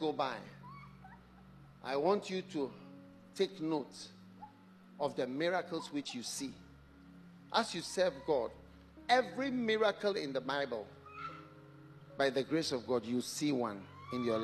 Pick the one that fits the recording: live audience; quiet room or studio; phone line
live audience